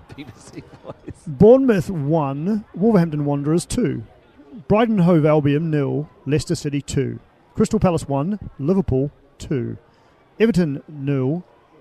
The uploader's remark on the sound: From the rooftop garden of Barasti